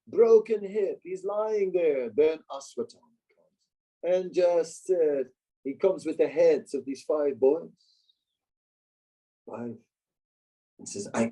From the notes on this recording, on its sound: Zoom Meeting. Amsterdam.